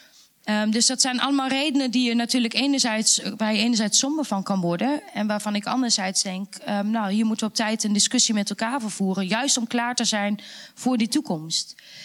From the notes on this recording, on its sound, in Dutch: Gesprek tijdens Denkwerk Festival. De Lindenberg | Radboud Reflects en Faculteit der Filosofie, Theologie en Religiewetenschappen van de Radboud Universiteit.